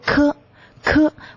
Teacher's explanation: 我们明显地感觉到会有一股气流冲出来而发出的声音 · Term: 送气音